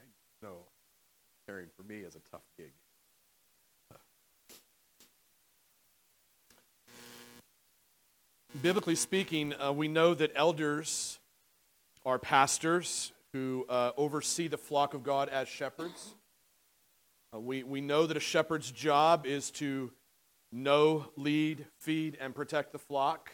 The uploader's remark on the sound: At The Well, an Acts 29 and Converge Heartland Church in Hastings, NE. There is audio issues in this sermon.